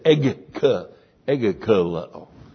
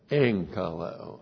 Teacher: Even though that's a gamma, you pronounce it as an N. · Shown in: second take · Because it's very hard to say egg-ka-leo.